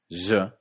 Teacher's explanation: pronunciaban la J y la G más bien como J francesa, je, y que habría dicho más bien jamás imaginada, puedes perfectamente decir las tres letras como je y estar en lo correcto.